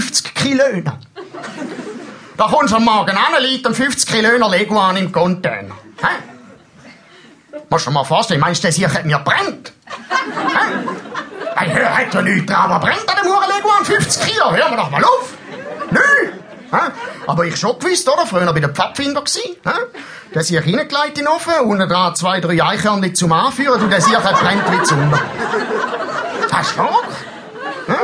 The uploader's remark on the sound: Slam Poetry live. Format: Original Recording.